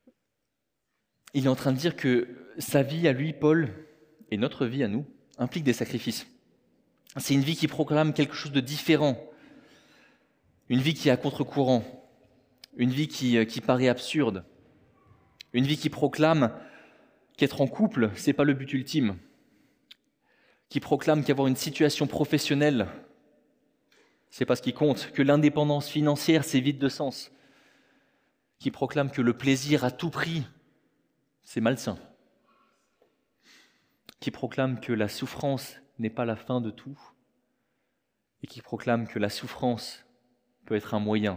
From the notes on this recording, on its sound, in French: Enregistré à l'église CVV, le 30/04/2023